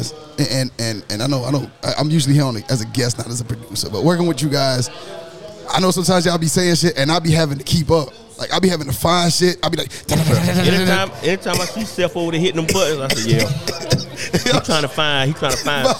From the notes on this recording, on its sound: Doing a live show at their favorite spot. They are joined by past guests and listeners.